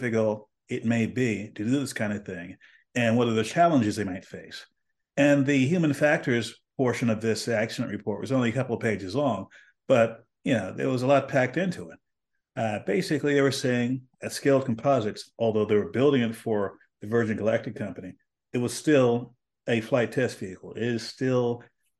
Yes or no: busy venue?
no